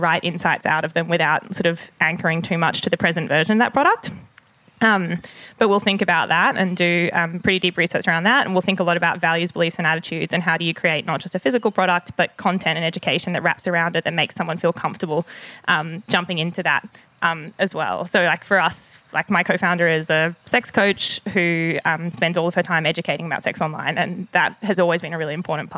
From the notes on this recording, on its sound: Live at MPavilion. We hosted our first live event with Australia's leading architecture commission, MPavilion.